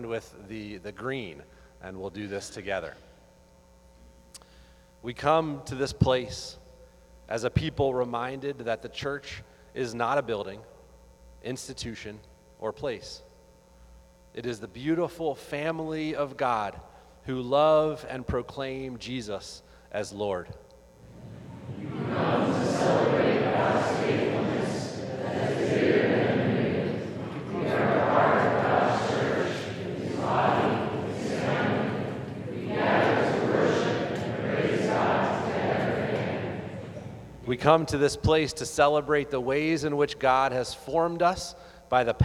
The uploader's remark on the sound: Audio from Renew’s 15th Anniversary Gathering